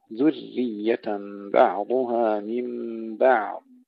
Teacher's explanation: الوجه الرابع والخمسون، وآل عمران، عم نسكن الميم بدون قلقلة نفخم الراء بعدها، عمران، ذرية، نحقق ضم الذال ونكسر الراء جيدا مع ترقيقها ونشددها